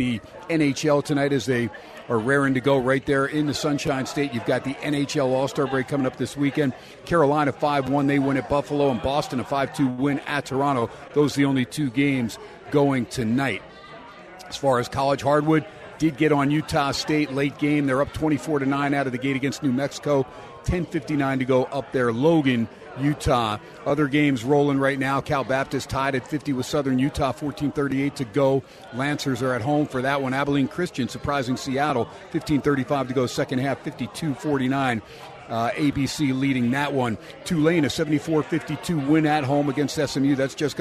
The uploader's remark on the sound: "Live" from #PSBRlaw Studios in Las Vegas it's #HumpDayHappiness at Steiner's Pub with SportsXradio